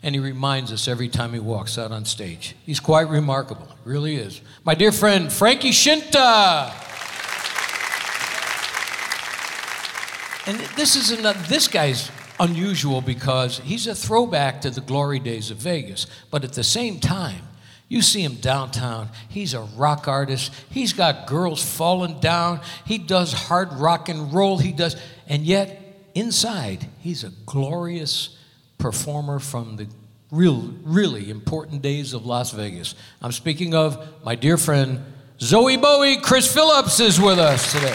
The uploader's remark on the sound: Live at the SouthPoint Casino